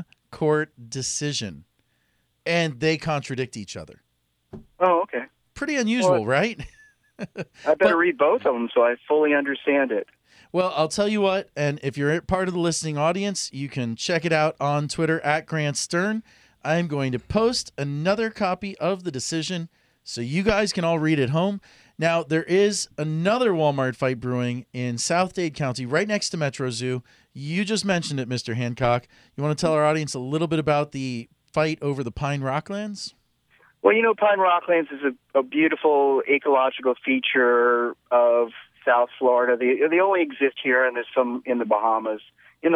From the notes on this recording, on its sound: the studio guests are joined via phone